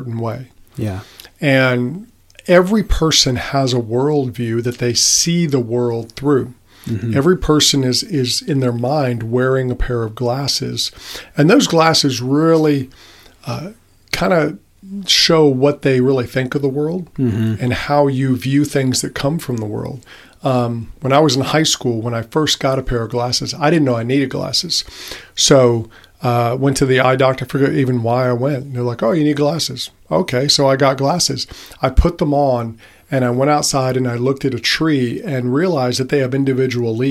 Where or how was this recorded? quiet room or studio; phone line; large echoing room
quiet room or studio